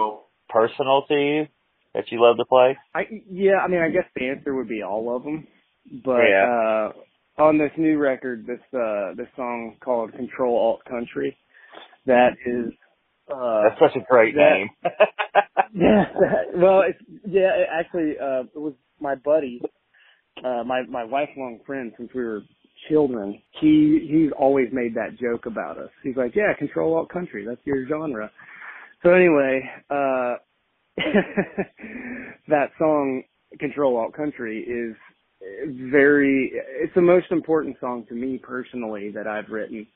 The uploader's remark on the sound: calls in to chat